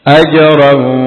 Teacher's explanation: huruf jim sukun qalqalah aj dipantulkan